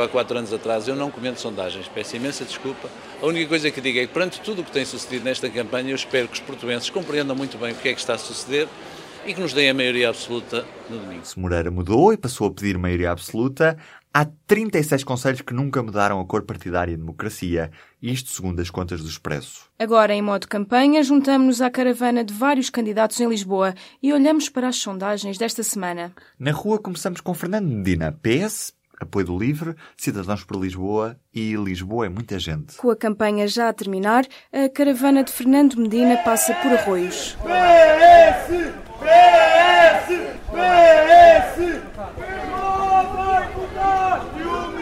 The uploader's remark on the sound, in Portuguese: Na recta final da campanha para as eleições autárquicas, o Poder Público saiu à rua para acompanhar as caravanas de três candidatos à Câmara de Lisboa.